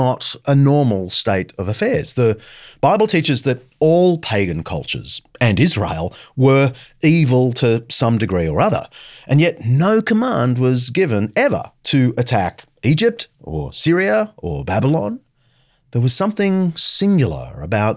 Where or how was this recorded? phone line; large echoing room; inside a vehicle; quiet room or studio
quiet room or studio